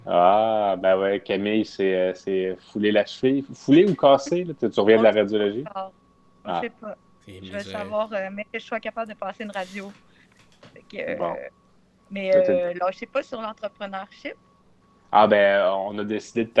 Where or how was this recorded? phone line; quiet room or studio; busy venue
phone line